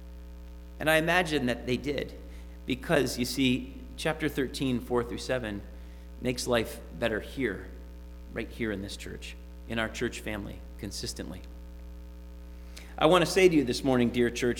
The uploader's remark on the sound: Sermon preached at RCHP on January 30, 2022.